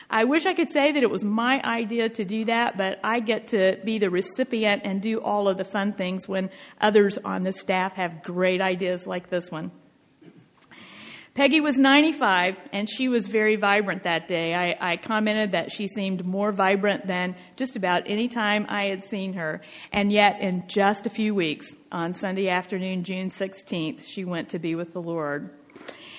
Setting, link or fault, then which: setting, large echoing room